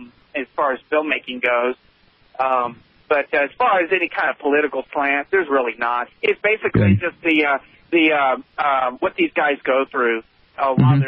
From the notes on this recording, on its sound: take your phone calls in this episode